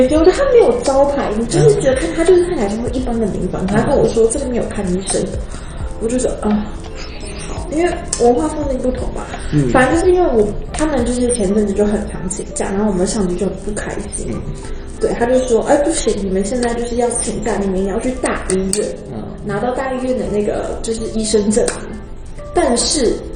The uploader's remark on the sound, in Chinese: 臨時的錄音所以來不及備上器材